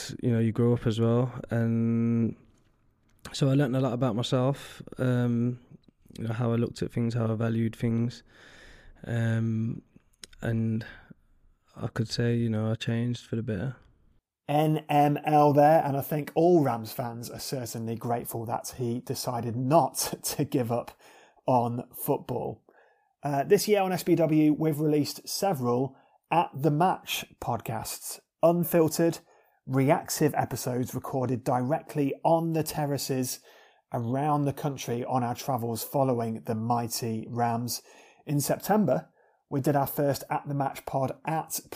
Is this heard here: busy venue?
no